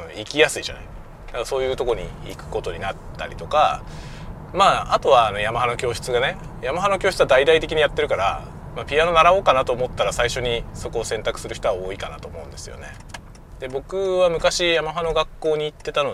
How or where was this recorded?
inside a vehicle